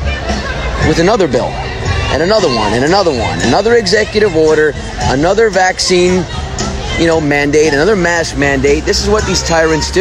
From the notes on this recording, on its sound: Anti Tyranny Rally Live in Trenton, NJ. Does his live feed down in front of the Statehouse.